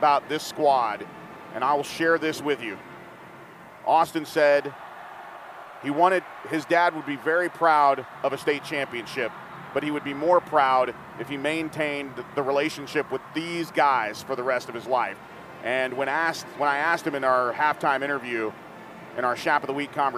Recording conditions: busy venue